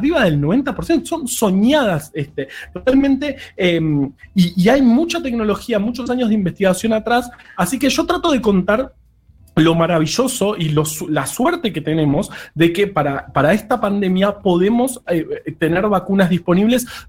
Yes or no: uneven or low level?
no